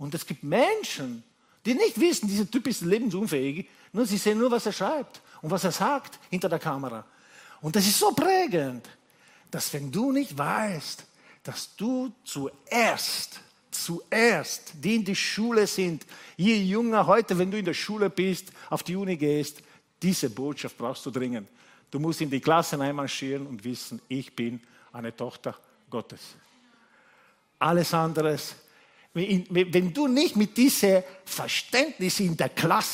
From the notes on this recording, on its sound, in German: Gottesdienst live aus der LIFE Church Wien.